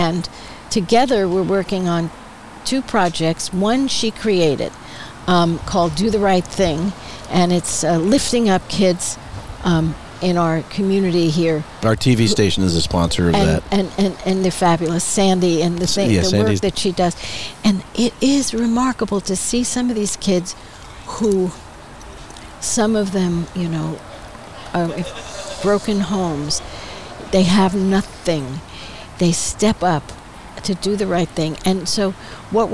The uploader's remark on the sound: Recorded on the outdoor patio of Skip Paige's Little Bar in Palm Desert, CA.